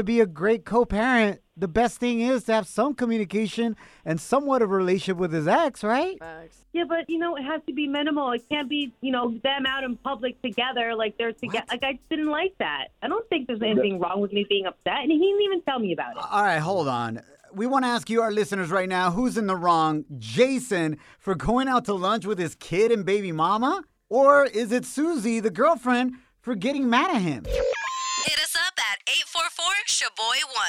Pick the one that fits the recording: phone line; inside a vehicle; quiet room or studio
phone line